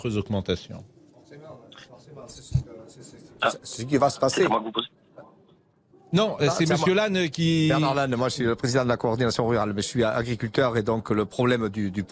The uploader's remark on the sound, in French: Les Auditeurs ont la Parole en direct du salon de l'Agriculture